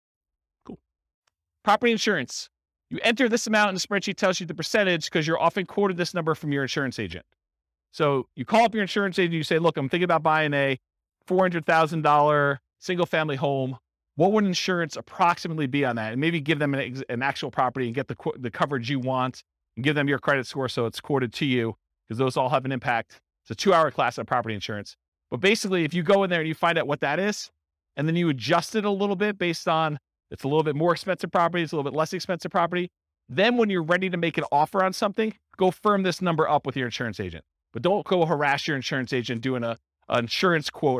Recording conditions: live audience